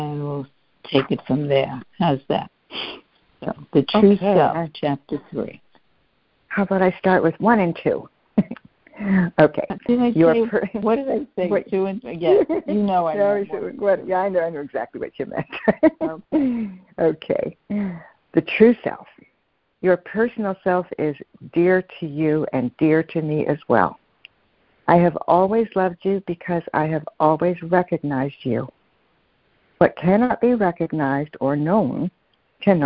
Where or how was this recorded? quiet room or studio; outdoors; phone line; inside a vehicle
phone line